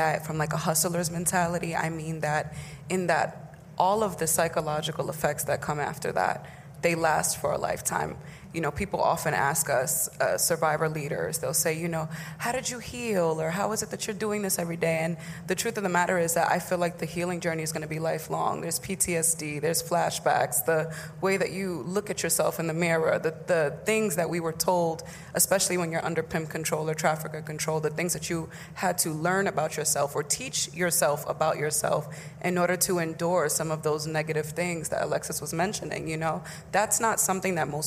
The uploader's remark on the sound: Live from REVOLT WORLD.